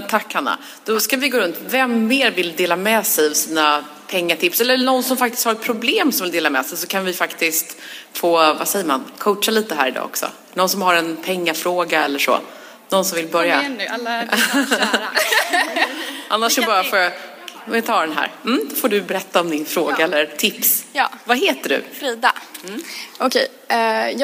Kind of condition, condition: setting, live audience